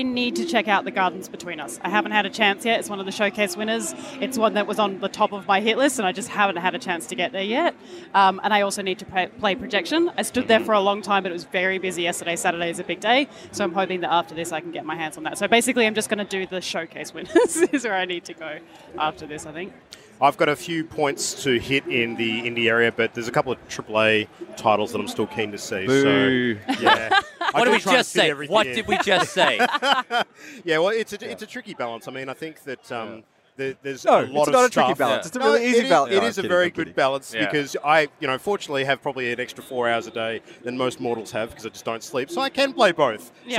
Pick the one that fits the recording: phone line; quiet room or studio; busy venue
busy venue